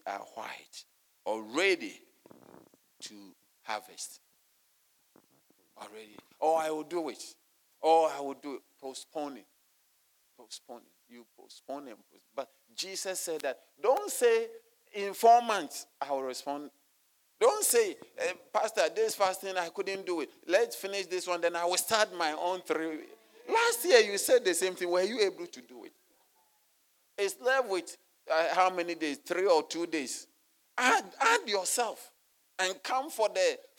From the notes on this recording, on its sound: Sermon delivered on Wednesday, January 31, 2024, at Serious Christian Church in Cape Town, South Africa.